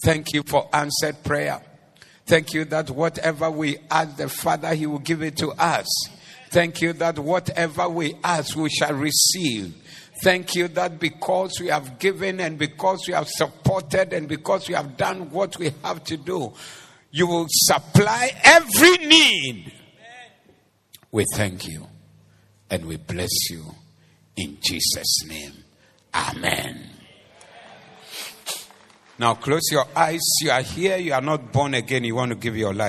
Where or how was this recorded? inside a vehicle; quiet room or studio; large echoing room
large echoing room